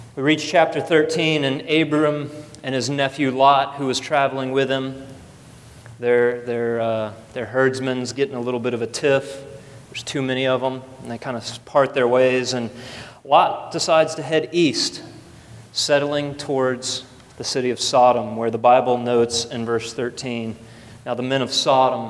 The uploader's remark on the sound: at the first service of Redemption Hill Church on Sunday, November 4th, 2012.